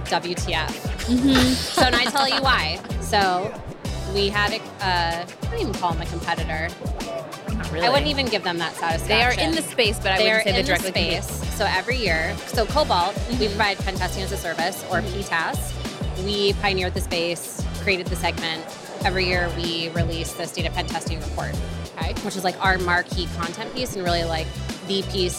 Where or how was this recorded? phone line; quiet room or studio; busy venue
busy venue